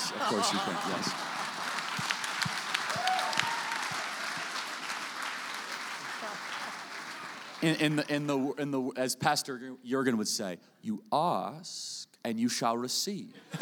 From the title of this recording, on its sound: Live in SLC